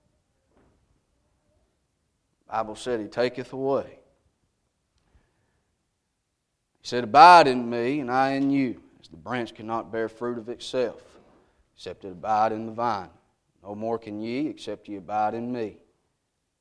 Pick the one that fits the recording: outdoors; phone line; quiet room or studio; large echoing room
large echoing room